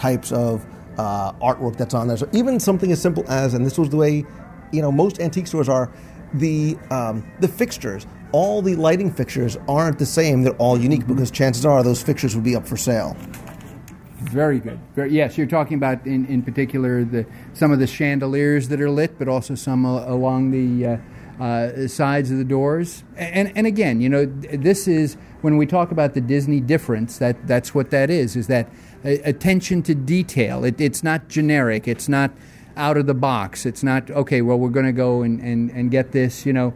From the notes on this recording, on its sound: We're going to go live into the parks and seek out a little bit of Christmas now. We'll stop in to It's a Wonderful Shop at Disney's Hollywood Studios.